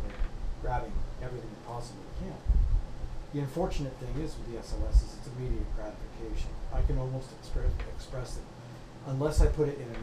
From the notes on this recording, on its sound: Audio is a little poor for some reason may need to turn it up